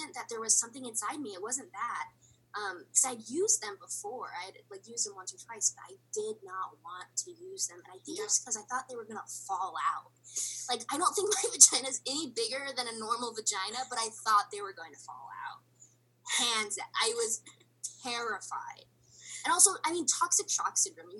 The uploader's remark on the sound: THIS IS MY FIRST TIME USING ZOOM TO RECORD THE AUDIO IS A LITTLE FUCKY.